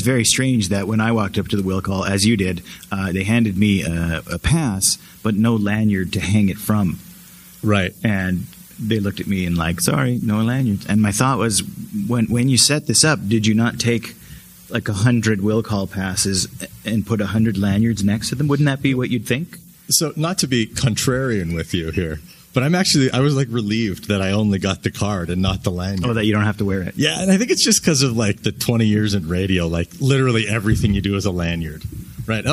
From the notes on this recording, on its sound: Live From Calgary Expo. We had a blast bringing you the Podcast live from the Calgary Expo this week.